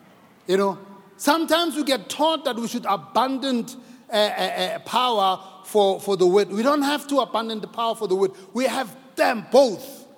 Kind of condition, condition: setting, large echoing room